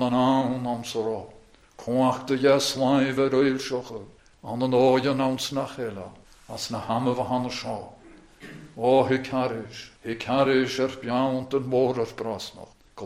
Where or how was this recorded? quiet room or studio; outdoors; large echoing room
large echoing room